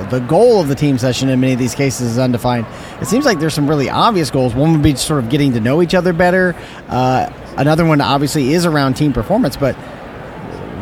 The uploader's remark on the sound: Live from SIOP